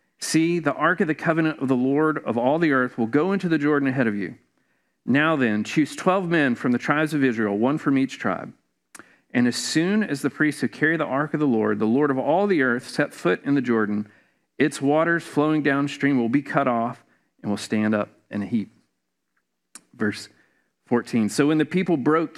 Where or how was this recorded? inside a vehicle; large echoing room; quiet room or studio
large echoing room